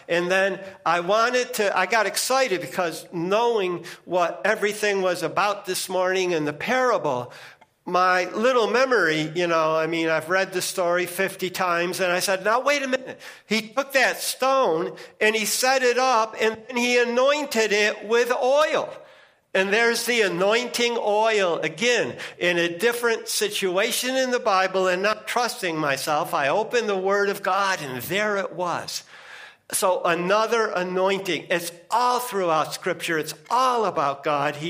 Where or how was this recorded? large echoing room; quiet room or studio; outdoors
large echoing room